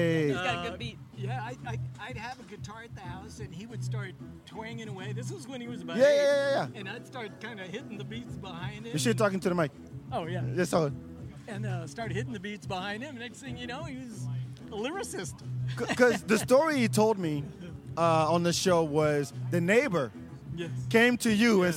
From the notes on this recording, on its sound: Podcast was taped live at Empire Control Room